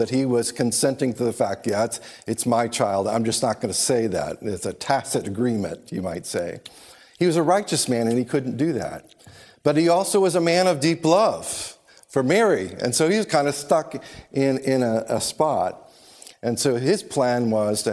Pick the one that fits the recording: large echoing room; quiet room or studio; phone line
large echoing room